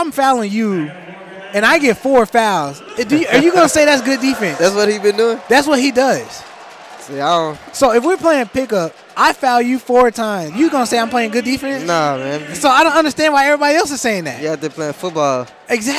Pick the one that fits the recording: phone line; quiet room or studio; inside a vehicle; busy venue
busy venue